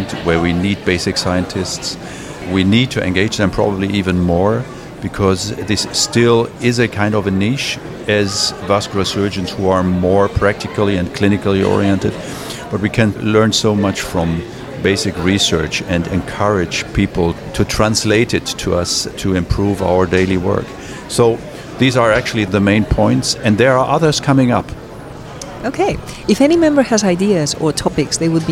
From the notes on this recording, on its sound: For the first time, the ESVS Annual Meeting, held in Belfast this September 2023, included a Podcast Corner, where we recorded some podcasts live with invited speakers onsite.